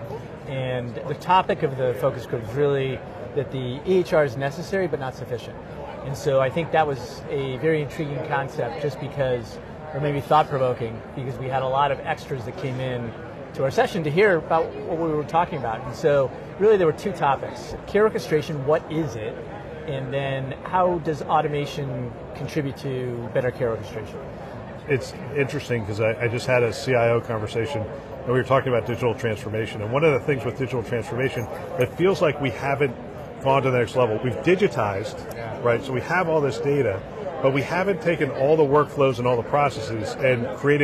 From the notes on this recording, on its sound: Interview in Action live from ViVe 2023